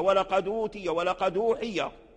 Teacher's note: فالهمزة هنا مضمومة، حركنا الحرف الدال الساكن بحركة الضم، أي نقلنا حركة الضم إلى الساكن. · Term: النقل